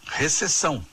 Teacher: Em Portugal, esse P não é lido, né? Recessão.